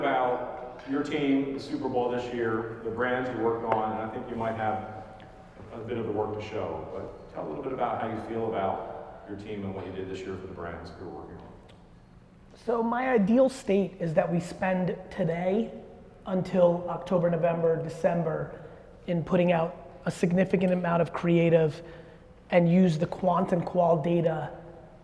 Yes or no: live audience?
yes